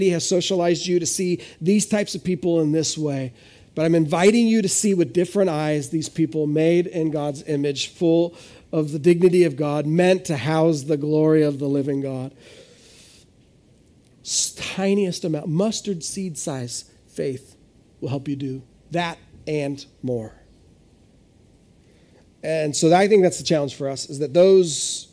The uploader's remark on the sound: This is audio ripped from the Live Service video.